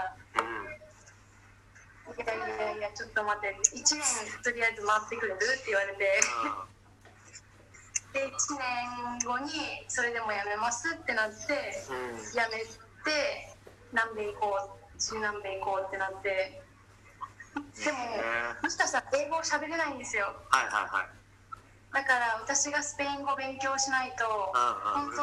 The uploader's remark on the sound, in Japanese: 沖縄からの出演者。ZOOM収録。